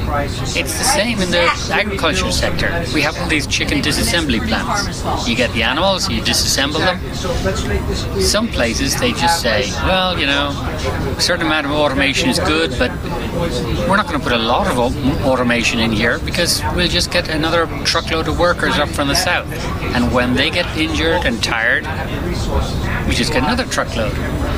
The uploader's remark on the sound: Live From Washington DC. FAIRus.org is hosting its annual 'Hold Their Feet To The Fire' conference and I'm broadcasting live from radio row.